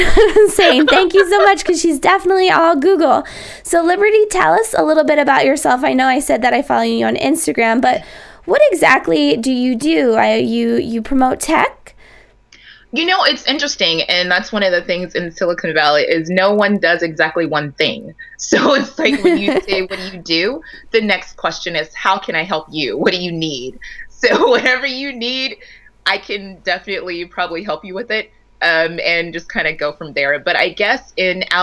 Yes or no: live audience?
no